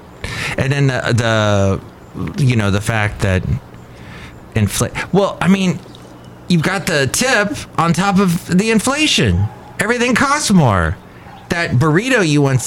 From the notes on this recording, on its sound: Podcasts live from Café Anyway.